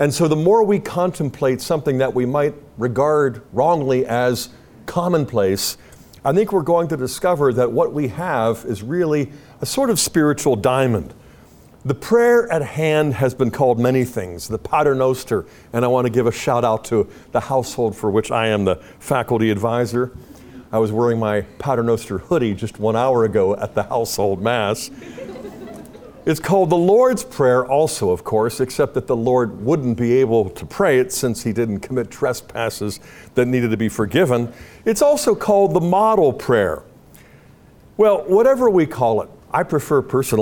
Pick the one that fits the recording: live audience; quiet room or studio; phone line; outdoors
live audience